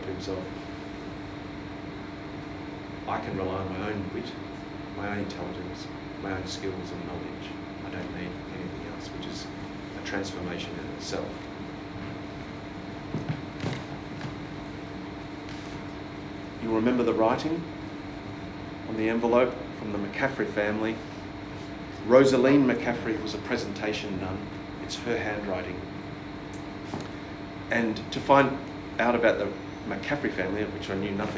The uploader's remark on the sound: Killaloe-Ballina Historical society second talk for 2023. As recorded at the Lakeside hotel Ballina on the 19th April 2023. With apologies for the background fan noise on this talk.